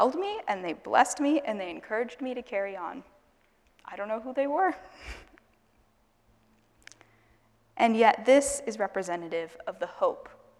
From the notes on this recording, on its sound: Asbury Seminary Kentucky Chapel, recorded on Tuesday, May 2, 2023 at Asbury Theological Seminary's Kentucky campus